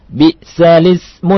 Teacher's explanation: memindahkan harokat hamzah kepada yang sebelumnya · Term: nakal